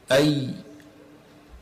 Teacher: خرج الحرف الياء من وسط اللسان · Term: الأحرف الشجرية